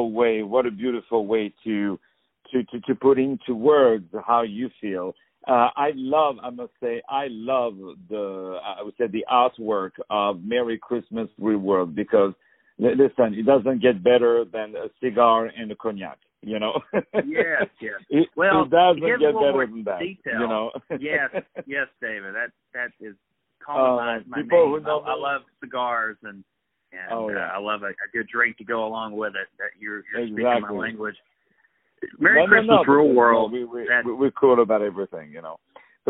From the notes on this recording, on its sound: On the phone